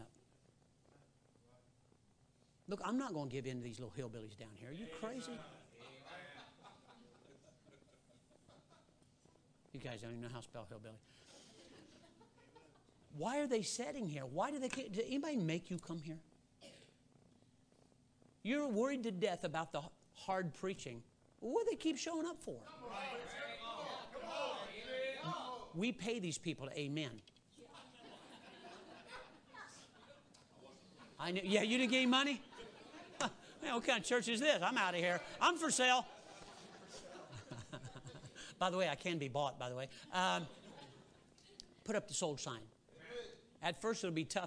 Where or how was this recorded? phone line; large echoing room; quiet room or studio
large echoing room